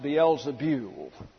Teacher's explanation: And you may have a King James Version that has that Beelzebub, but in the Greek it's Beelzebul, it's B-E-U-L, and the diphthong E-U in Greek gets a U sound, a Y-U kind of pronunciation. So I don't know why they left the E out in the New American Standard, but it's pronounced Beelzebul.